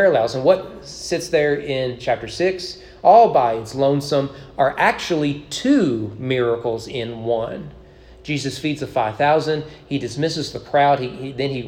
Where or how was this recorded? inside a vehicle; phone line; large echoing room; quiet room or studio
large echoing room